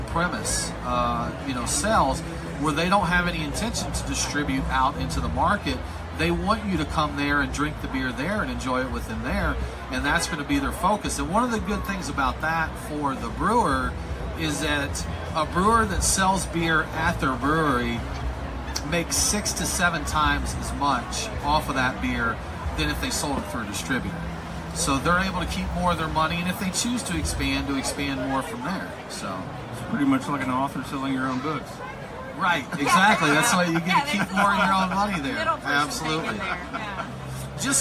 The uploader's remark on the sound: sit down with us at the 2018 Roswell Beer Festival